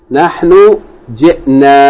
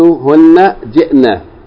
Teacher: نحن جئنا with elongation, right? As opposed to هن جئنا with a short vowel